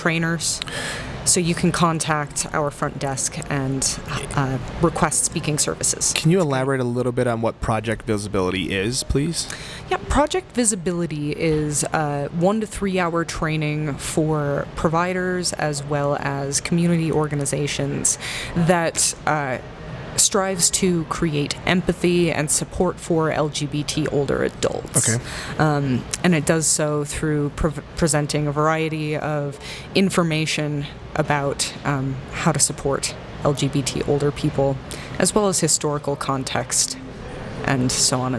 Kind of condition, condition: setting, busy venue